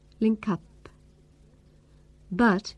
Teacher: we don't say the k sound as strongly as in a word like kick.